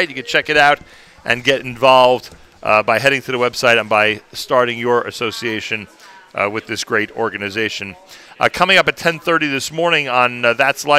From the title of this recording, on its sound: Live from "Gotta Getta Bagel" in the Five Towns